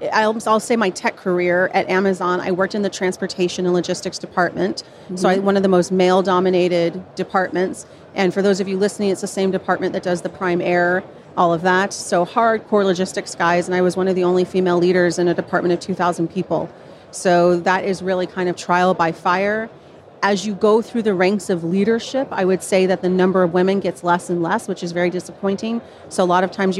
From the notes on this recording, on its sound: live from SaaStock